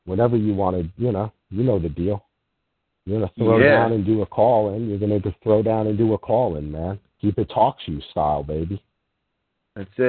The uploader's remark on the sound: Fan Call In Show